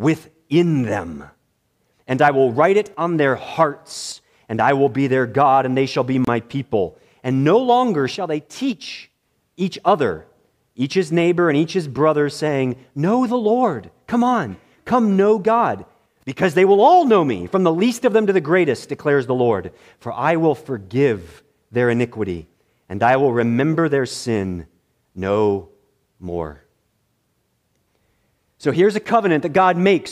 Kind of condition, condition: setting, large echoing room